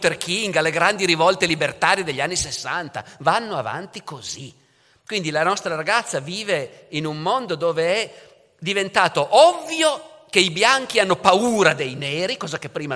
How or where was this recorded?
live audience